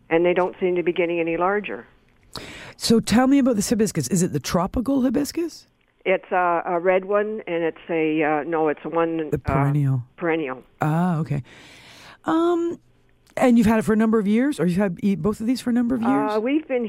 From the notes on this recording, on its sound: A special phone call from a friend of the show.